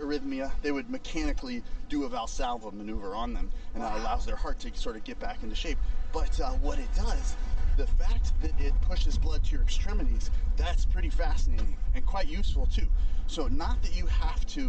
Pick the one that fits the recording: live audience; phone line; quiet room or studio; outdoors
outdoors